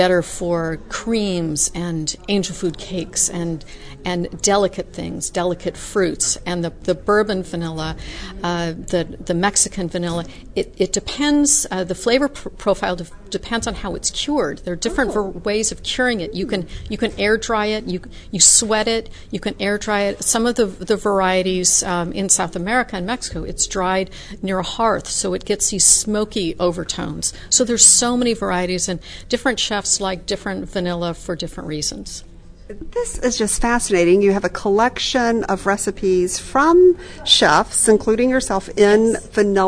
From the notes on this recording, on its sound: She is a fellow member of Les Dames d’Escoffier and we had a fun Kitchen Chat at one of the conferences.